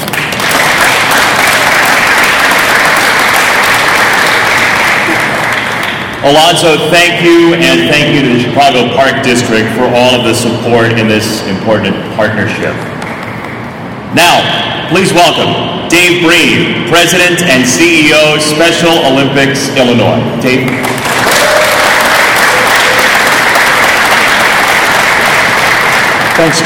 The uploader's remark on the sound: Podcasting live from the Special Olympics 50th Anniversary Kick-off Press Conference at Solider Field in Chicago. We bring you the live audio from the press conference.